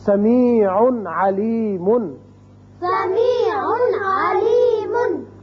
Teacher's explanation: دیکھیے تنوین جو نون اظہار ہوتا ہے یہاں تو اچھی طرح اظہار کریں گے ہم